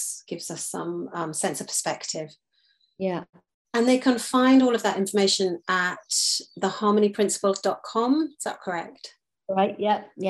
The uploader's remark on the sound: The Sound is a little glitchy due to some Wifi issues in recording.